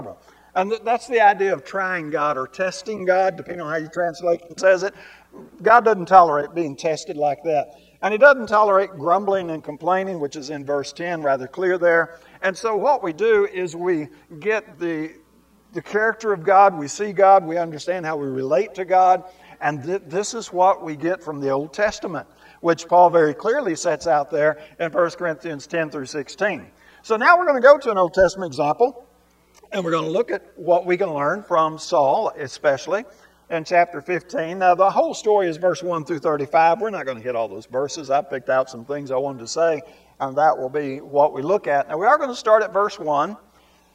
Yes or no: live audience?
yes